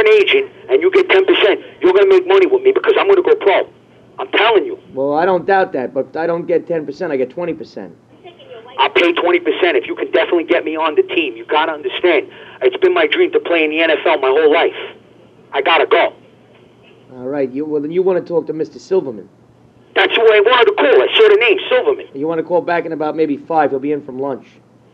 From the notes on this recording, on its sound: Prank Phone Calls